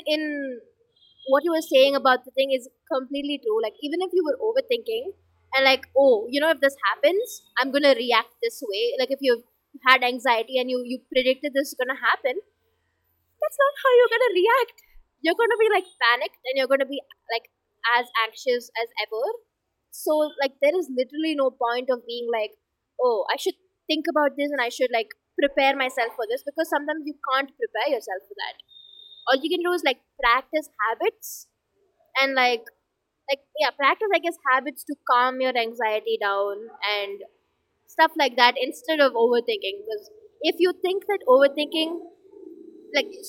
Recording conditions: background noise